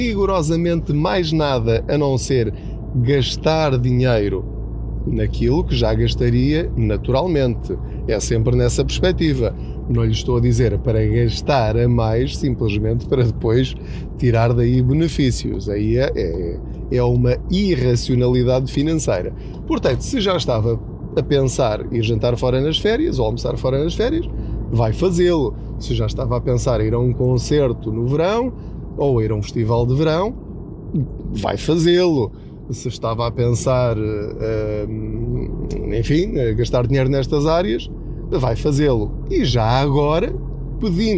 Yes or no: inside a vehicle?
yes